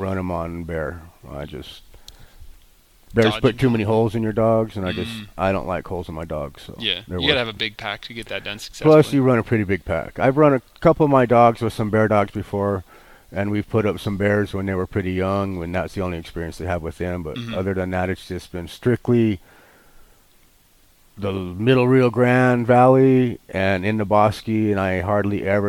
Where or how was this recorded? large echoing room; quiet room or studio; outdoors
outdoors